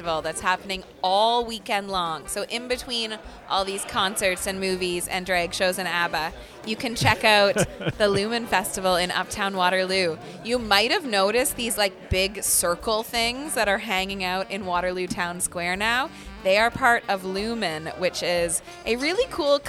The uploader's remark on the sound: go live from AOK Craft Beer + Arcade Bar in Downtown Kitchener